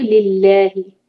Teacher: वस्सलातिल वुस्ता, तो है भी, वकूमू लिल्लाही, यहाँ लिल्लाही में लाल लाम जो है लफ्ज़ जलाला लाइट रखेंगे, क्योंकि लाम के नीचे जेर है पहले वाले लाम के नीचे, लिल्लाही, क़ानितीन, क़ाफ़ हेवी। चलो पढ़ते